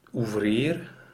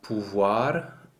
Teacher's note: in French, the OU is a very rounded, forward sound. The tricky part about it is that you want to be able to remain a certain level of relaxation in the lip, and you don't want to create any tension while you do this nice rounding.